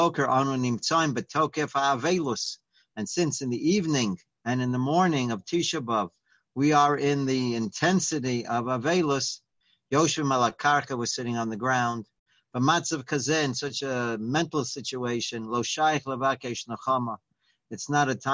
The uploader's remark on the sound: Live On Zoom